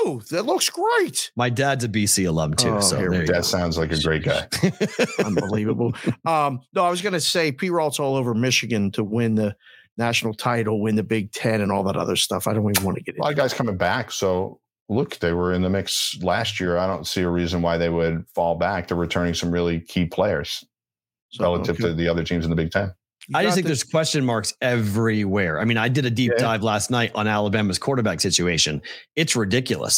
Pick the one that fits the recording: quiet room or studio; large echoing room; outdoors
quiet room or studio